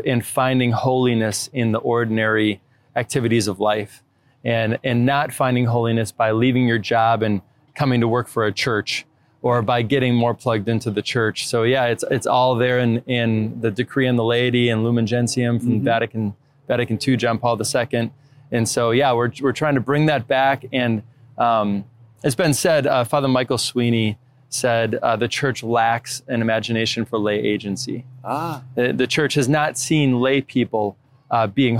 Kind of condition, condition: setting, busy venue